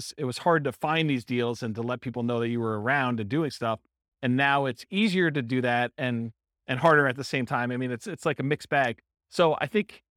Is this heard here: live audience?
yes